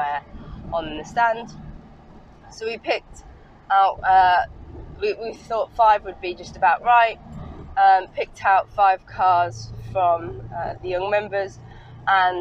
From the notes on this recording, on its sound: all recorded from my 1968 Morris Minor, Peggy.